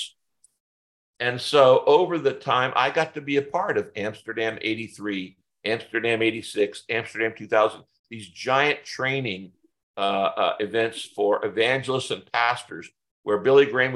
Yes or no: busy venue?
no